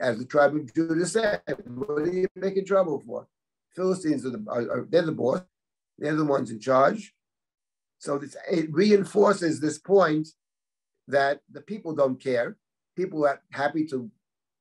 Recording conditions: video call